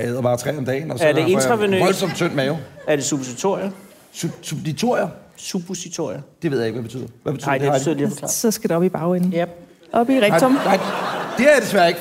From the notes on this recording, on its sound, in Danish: Dette afsnit 49 er optaget på Podcast Festivalen i København.